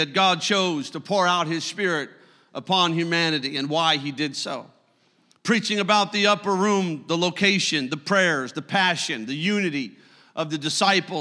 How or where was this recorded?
large echoing room